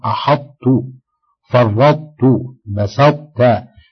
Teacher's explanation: فإنك تبقي صفة الإطباق في الطاء عند النطق